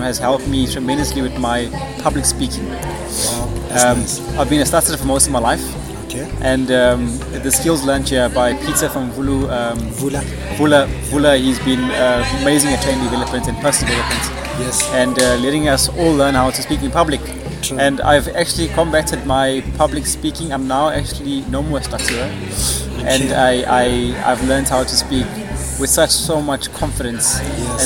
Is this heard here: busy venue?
yes